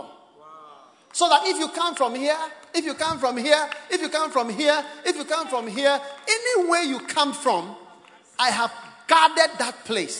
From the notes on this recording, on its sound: Preached at The Experience Service. First Love Centre.